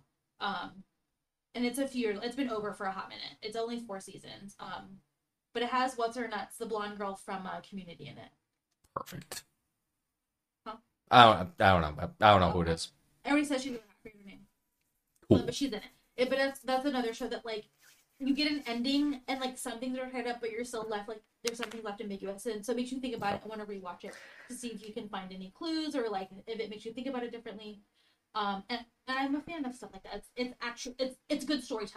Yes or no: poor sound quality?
yes